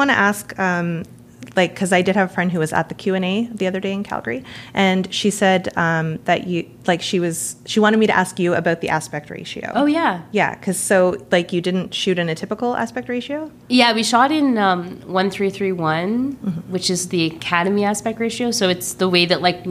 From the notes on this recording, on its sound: onsite at the Calgary International Film Festival